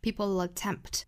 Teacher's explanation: 相当于是把 dark L 发成了 light L 的舌侧音